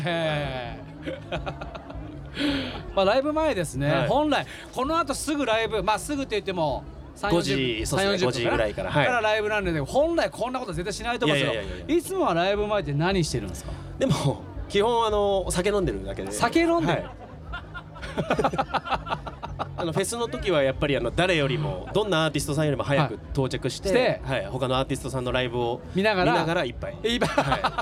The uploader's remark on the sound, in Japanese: 横浜赤レンガ倉庫で行われた。GREENROOM FESTIVAL’23での公開収録の模様をお届け！